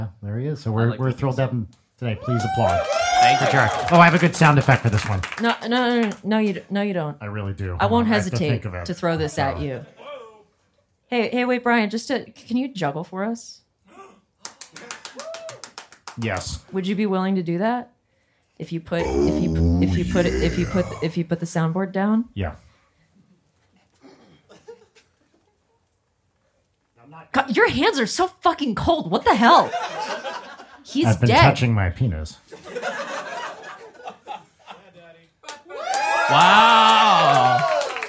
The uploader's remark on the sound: Recorded LIVE at Dynasty Typewriter in Los Angeles, California. Thank you to everyone who came to see us in person.